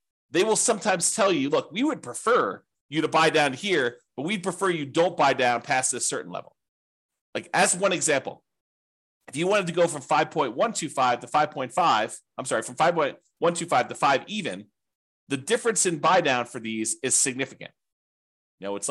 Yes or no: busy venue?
no